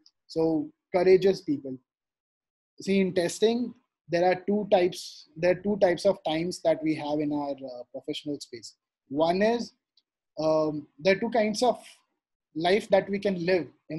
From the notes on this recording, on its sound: this audio segment from the webinar